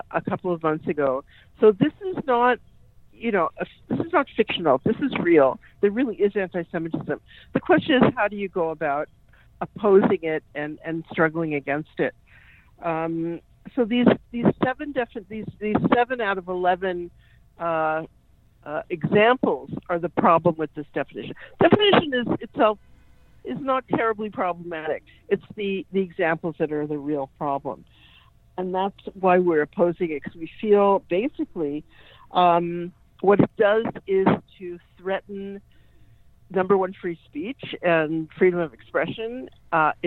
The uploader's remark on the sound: Joined me on phone.